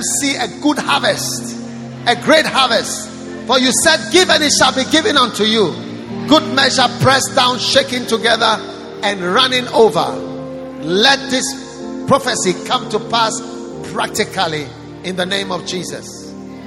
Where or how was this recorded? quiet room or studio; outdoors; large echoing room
large echoing room